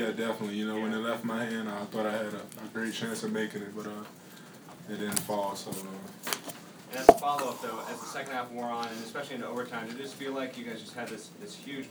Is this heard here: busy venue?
yes